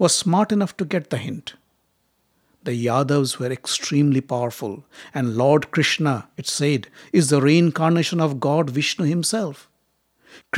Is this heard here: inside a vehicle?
no